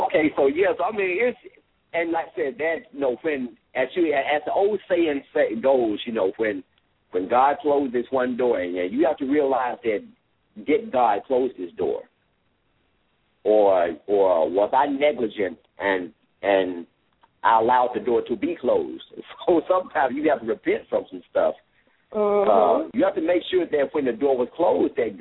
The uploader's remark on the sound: LML uses a progressive live call in format.